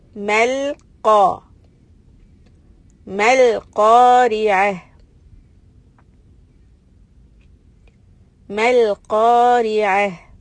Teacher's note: We start with a meem fatha, mal, ma, and then lam. We are connecting with the lam, and make sure you don't move the tip of your tongue until you come to the qaf sound